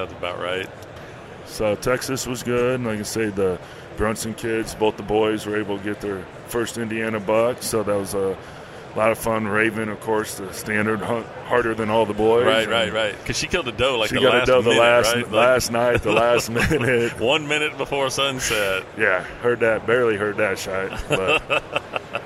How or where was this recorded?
busy venue